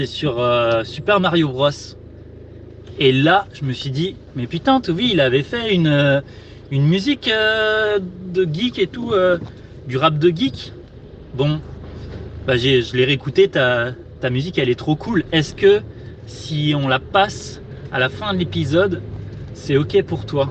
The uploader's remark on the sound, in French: L’autre jour on est allé au ciné voir les 45 premières minutes de Super Mario Bros et on a enregistré sur le parking dans la Clio.